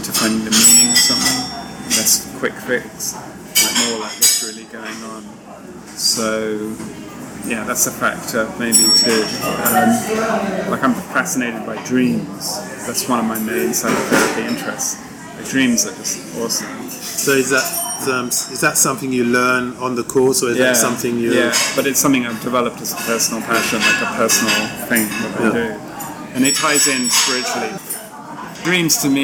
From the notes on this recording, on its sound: Our conversation was recorded in a coffee shop and due to this there is noticeable background noise.